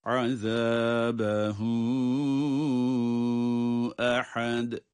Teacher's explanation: Burada da ayın harfi boğazın ortasından çıkacak.